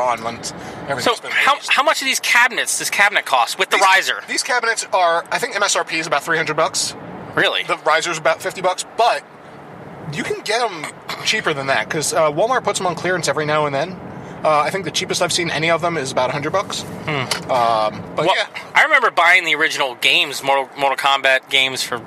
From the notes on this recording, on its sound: Tonight is an on-the-go discussion. We recorded in the car, so the audio quality isn't the best.